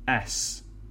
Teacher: the double S has no vibration. So it's like a snake sound. A snake goes s.